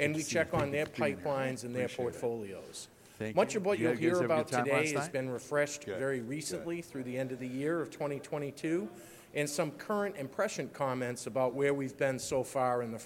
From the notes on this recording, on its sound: Keynote from the 6th Annual California Lodging Investment Conference [CLIC] 6. Opening Keynote from CLIC.